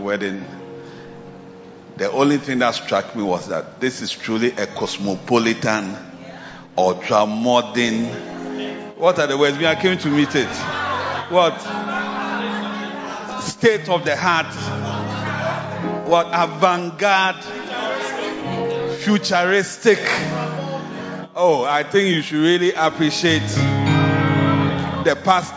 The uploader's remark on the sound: Preached at bthe Victory Secrets Service 1 - The Makarios Cathedral, HQ